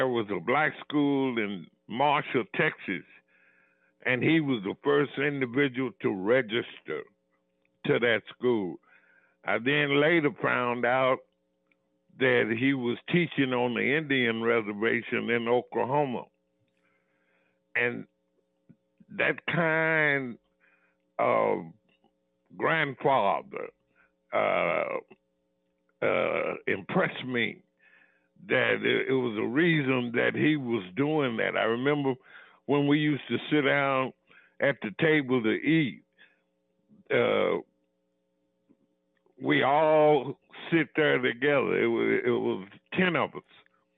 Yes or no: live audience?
no